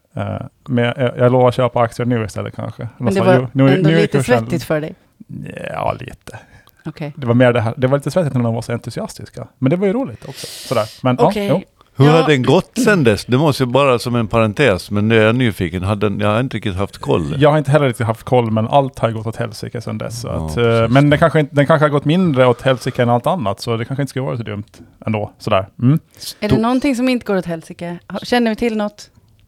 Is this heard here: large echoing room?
no